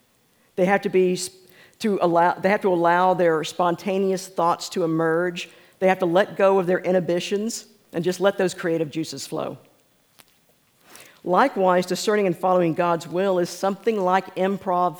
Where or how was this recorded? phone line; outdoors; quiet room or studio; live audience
live audience